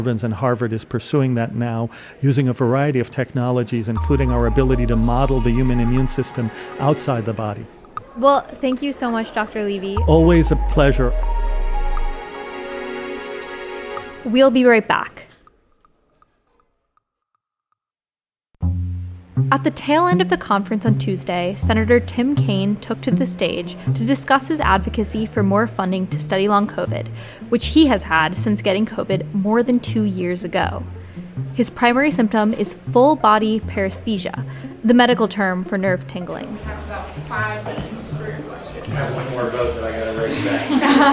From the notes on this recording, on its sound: At the second day of the Milken Future of Health conference